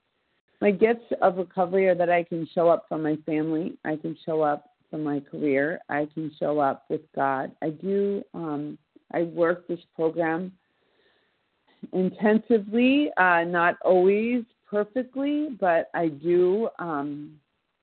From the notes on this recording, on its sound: from the 100 Pounders Phone Meeting, 10/20/23.